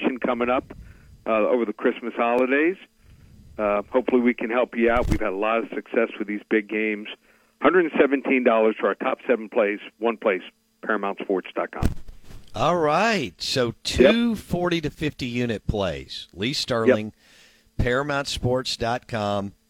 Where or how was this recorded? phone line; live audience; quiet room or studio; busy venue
phone line